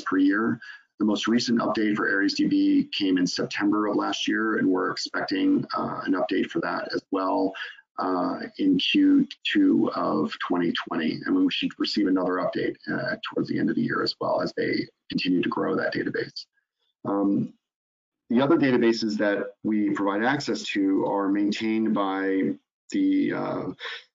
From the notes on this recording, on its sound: In this live webinar